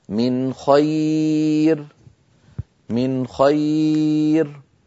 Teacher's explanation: نون ساكنة بعدها خاء، لم أزد في زمني النون · Term: الإظهار